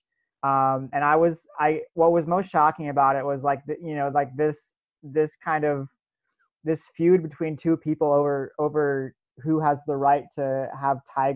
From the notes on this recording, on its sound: Four of our audio staffers get together over Zoom